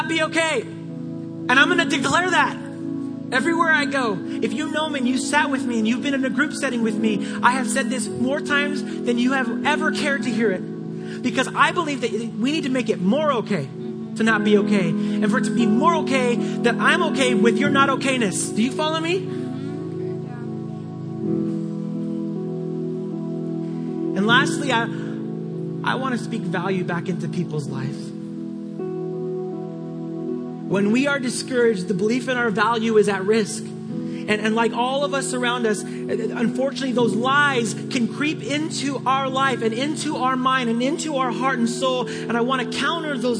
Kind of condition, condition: setting, large echoing room